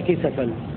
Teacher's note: قرأ نافع وابن عامر وعاصم بتحريك السين بالفتح في لفظ كسفا